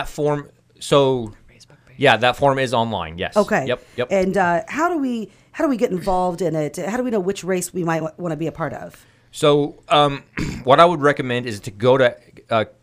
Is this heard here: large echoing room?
no